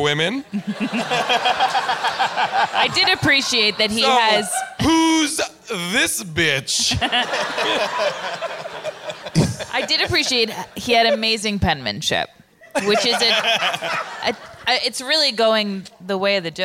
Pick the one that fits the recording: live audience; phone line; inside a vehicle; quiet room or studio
live audience